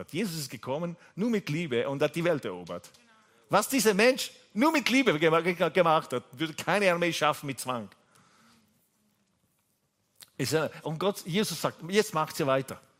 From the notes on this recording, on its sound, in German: Gottesdienst live aus der LIFE Church Wien.